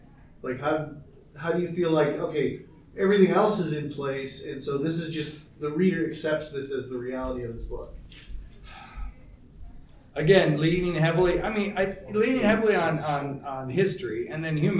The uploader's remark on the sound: Recorded live Saturday – Panel Room 1 11:00 am-12:00 pm